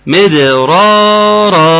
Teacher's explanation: انا عاوز الالف اللي بعد الراء الاولانيه يساوي الالف اللي بعد الراء الثانيه